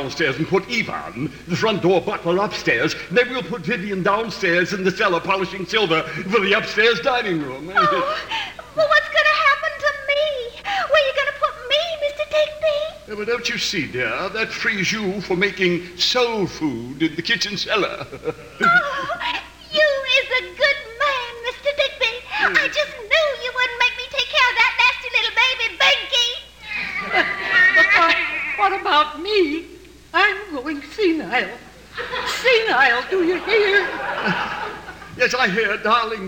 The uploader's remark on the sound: Live Christmas Stage Show 1987